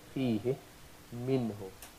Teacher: We will just say it like a dhamma. We will not do the ishba of this kasra and convert it into a ya.